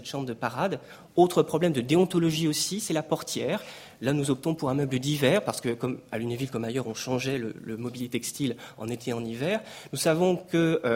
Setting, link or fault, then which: setting, large echoing room